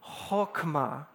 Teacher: You got to have that little guttural thing in the back of your throat.